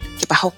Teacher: ellos tienen una S aspirada